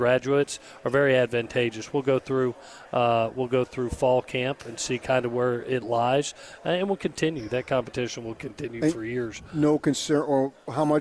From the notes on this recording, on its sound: Spoke with The Zone on Tuesday afternoon LIVE from Pac-12 Media Day in Los Angeles, CA.